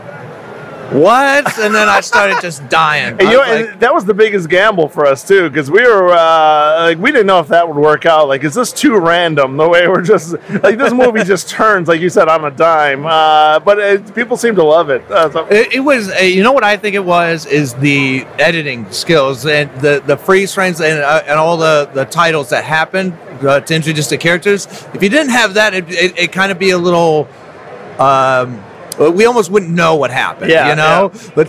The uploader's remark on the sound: The Film played at Spooky Empire's film festival this year, and we had a small chat with him at our booth/studio.